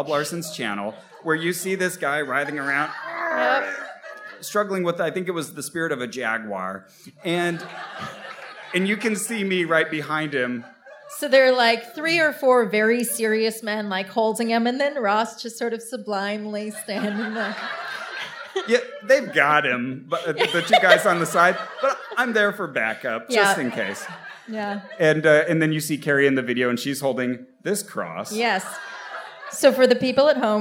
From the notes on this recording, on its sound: They tell a live audience in Dallas, Texas.